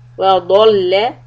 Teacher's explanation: ضاد is heavy and keep the lamb short